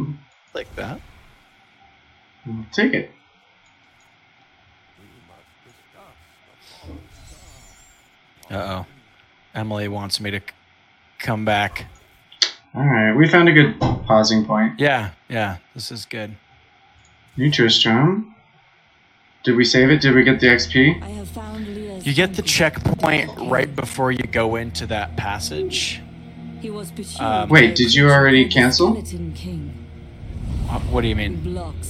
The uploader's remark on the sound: Sorry for any crackly audio.